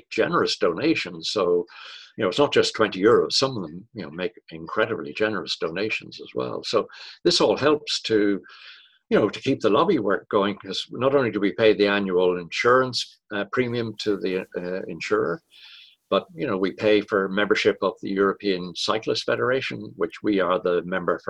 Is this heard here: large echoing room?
no